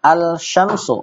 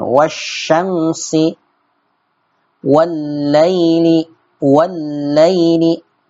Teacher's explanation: Jadi dibaca asyamsu tidak al-syamsu ya. Lamnya sama sekali tidak dibaca ya. · Shown in: second take · Term: al-idgham asy-syamsi